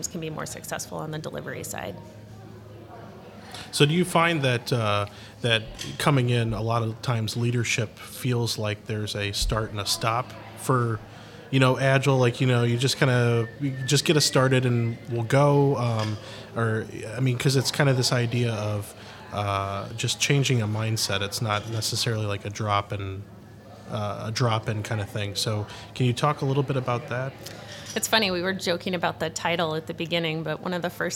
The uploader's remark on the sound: Live From Agile Midwest.